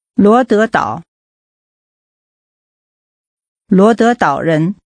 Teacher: Using two rising tones and a falling rising tone, say Rhode Island.